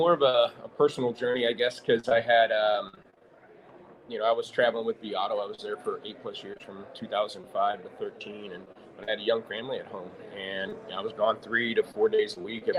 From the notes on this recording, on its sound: Broadcasting live from Used Car Week 2023 in Scottsdale, Arizona. Special live episode from Used Car Week 2023.